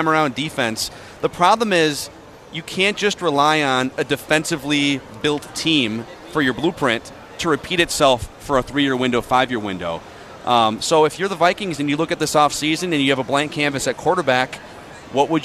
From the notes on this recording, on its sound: Live from Radio Row.